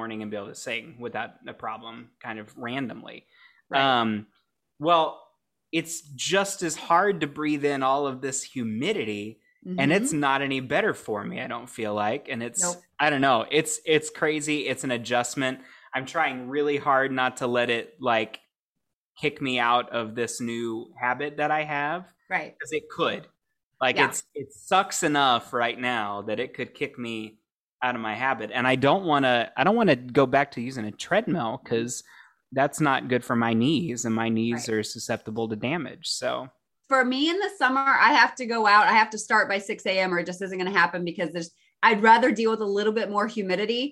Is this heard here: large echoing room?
no